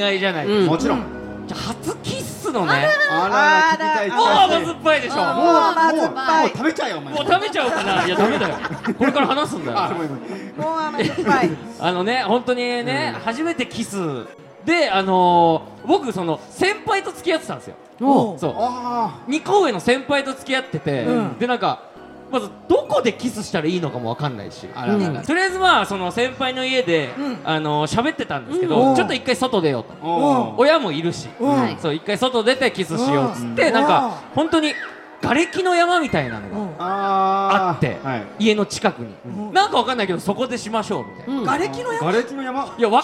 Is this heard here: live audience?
yes